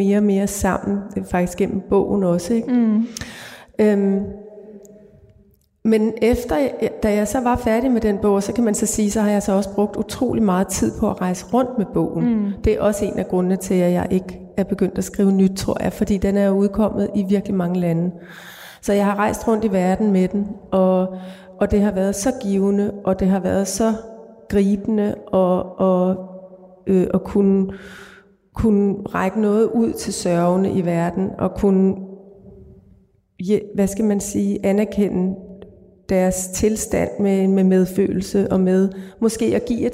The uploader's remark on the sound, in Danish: som er optaget i Vor Frue Kirke i Aarhus under litteraturfestivalen LiteratureXchange